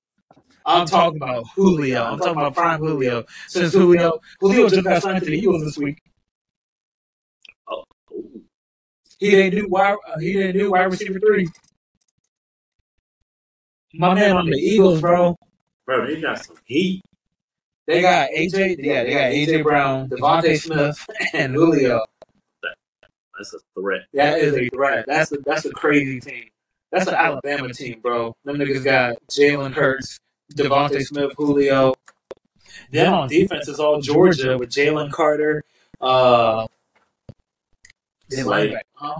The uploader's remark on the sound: Please excuse our audio quality this time around.